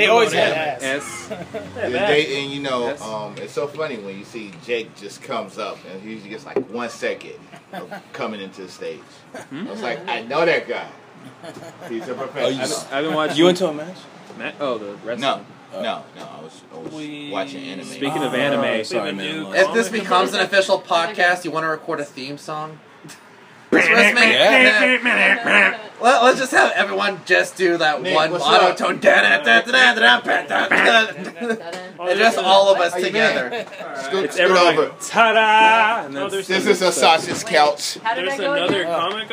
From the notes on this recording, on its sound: Jackelope Jack Open Mic pre show. We decided to record pre-show hang-out.